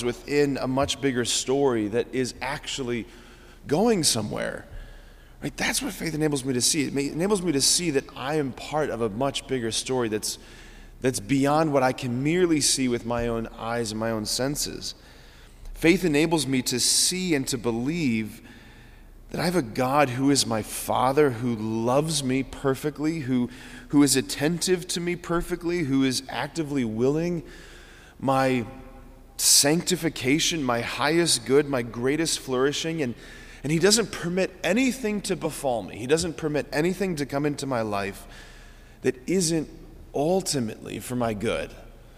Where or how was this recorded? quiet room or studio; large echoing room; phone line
large echoing room